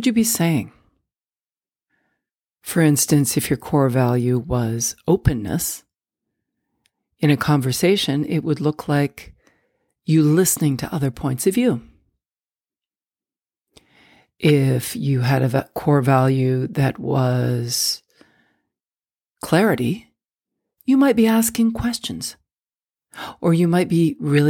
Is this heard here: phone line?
no